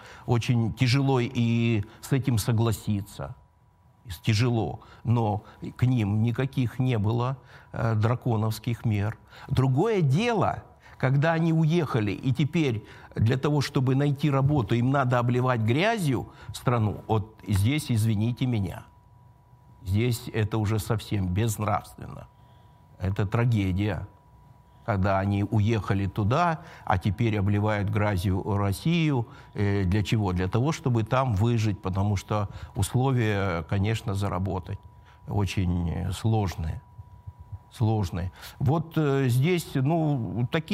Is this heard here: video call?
no